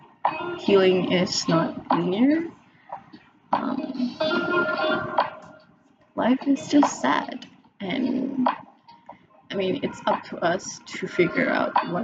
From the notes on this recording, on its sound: In this episode I am trying to figure out how to record and upload my first podcast episode as a test run. The sound quality is not amazing but we can always try again later.